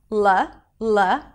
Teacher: the tip of the tongue touches the upper palate · Term: light L